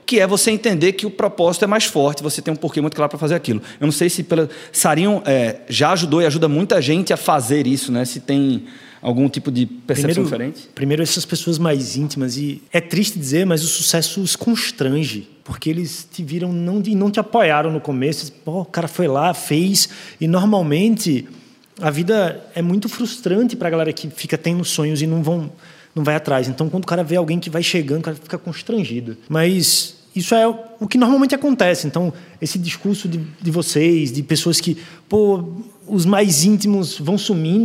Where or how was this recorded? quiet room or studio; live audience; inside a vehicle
live audience